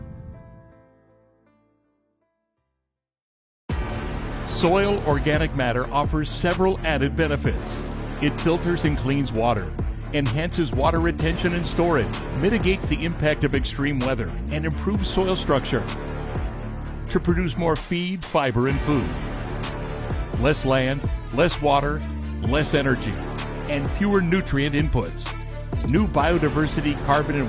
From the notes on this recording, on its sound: live on the street today